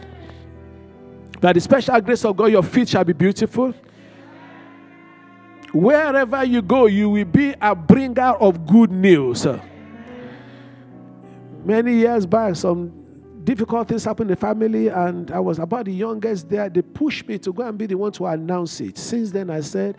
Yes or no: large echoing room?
yes